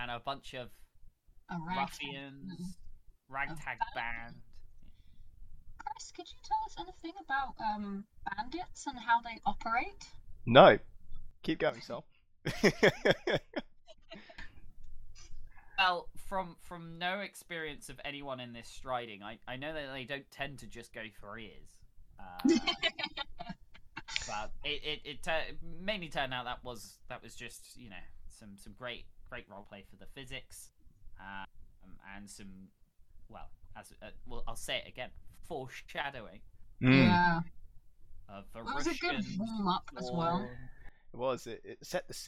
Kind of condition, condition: fault, poor sound quality